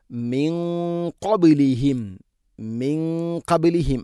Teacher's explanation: നൂൻ സാക്കിനയ്ക്ക് ശേഷം ഖാഫ് വന്നാൽ നൂനിനെ അവ്യക്തമാക്കി മണിക്കണം. ഖാഫ് ഇസ്തിഇല എൻ്റെ അക്ഷരമാണ്, അഥവാ സ്വരഭാരത്തിൽ ഉച്ചരിക്കേണ്ട അക്ഷരമാണ്.